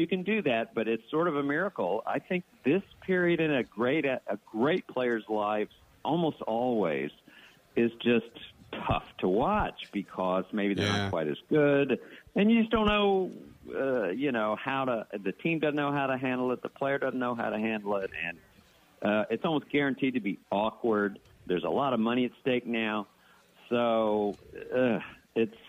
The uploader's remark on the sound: Live From Radio Row At Super Bowl 57